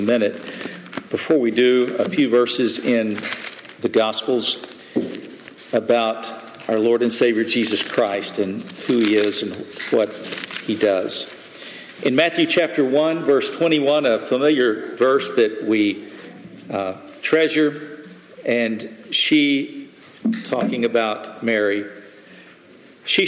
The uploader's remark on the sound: Message delivered Sunday, May 21, 2023 at Mt Carmel Primitive Baptist Church, Bel Air